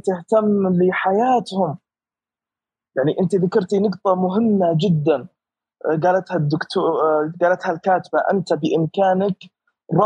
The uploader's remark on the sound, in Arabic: تسجيل لمساحة ابن رشد الأسبوعية على منصة تويتر